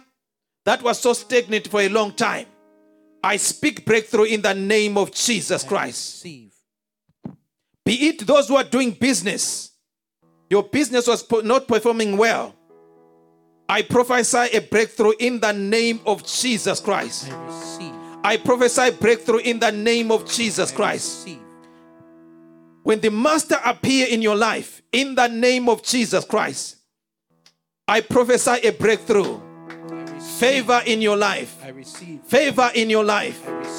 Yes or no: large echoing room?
yes